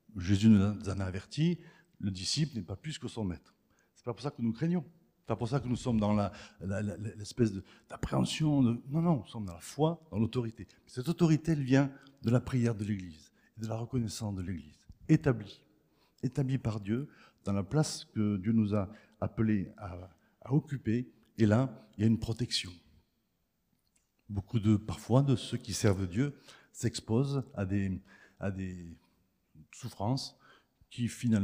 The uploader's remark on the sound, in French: Enregistré à l'église CVV, le 26/03/2023